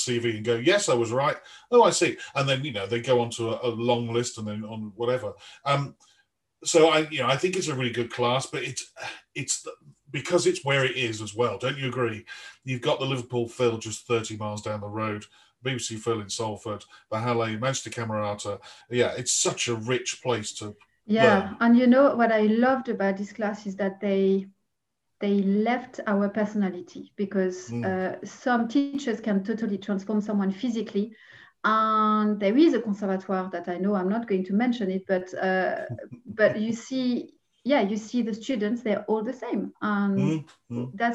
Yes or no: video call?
yes